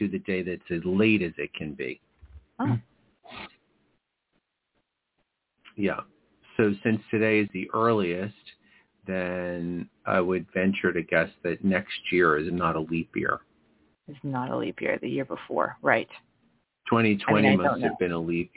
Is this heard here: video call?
no